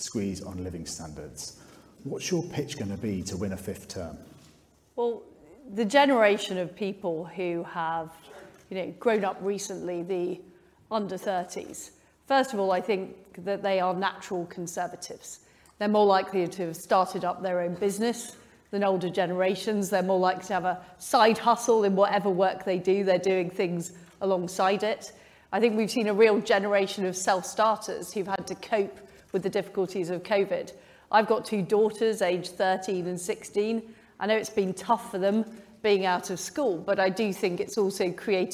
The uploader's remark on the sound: Conservative Leader Hustings. Q&A with the audience was interrupted by protestors, which we have for obvious reasons edited out. Otherwise, the interview is the same as it was live.